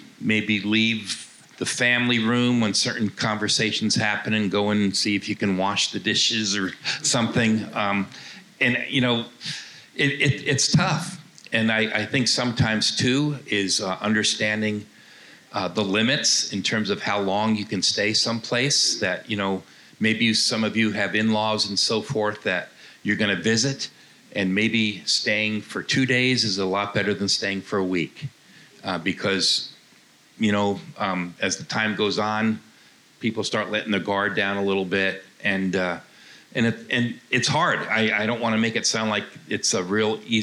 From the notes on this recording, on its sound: Answer questions from a live audience at the It's Not Me; It's You Marriage Conference hosted by Calvary Church in Muscatine, Iowa.